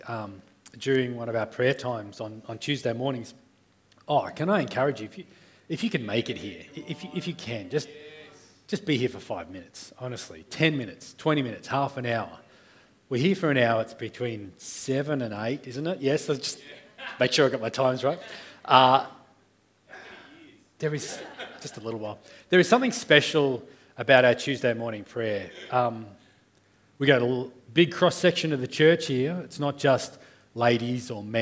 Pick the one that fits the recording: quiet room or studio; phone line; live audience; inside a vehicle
live audience